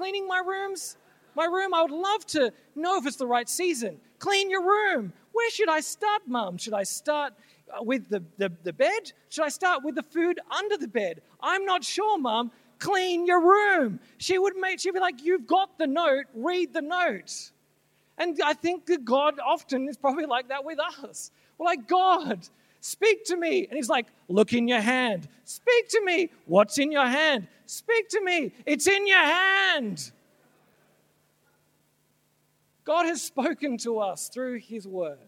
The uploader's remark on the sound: This talk was originally given at Soul Survivor Conference NSW 2017